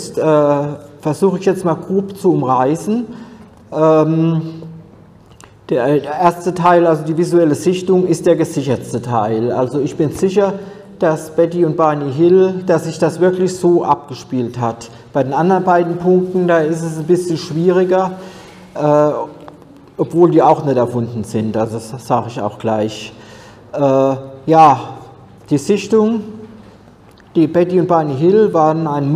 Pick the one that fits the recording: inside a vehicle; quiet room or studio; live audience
live audience